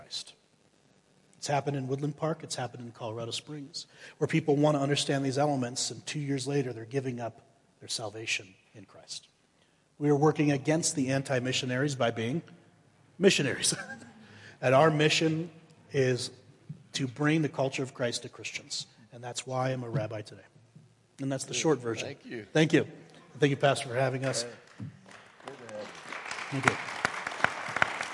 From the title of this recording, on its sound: Woodland Life Church Live - 2022/04/16 - Audio